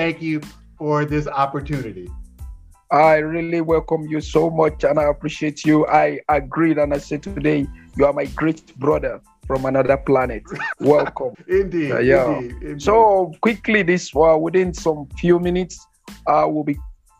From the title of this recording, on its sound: Online Interview